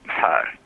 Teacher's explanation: And I did the same thing with M-H, Mhar. So it's like you pronounce the M and the H as a consonant cluster.